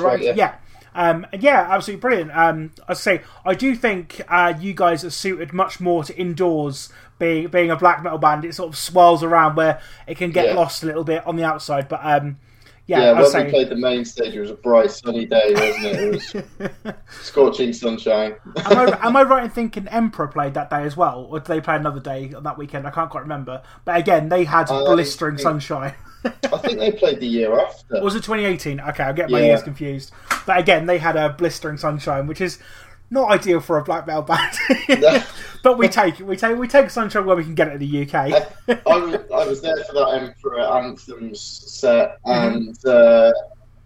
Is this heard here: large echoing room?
no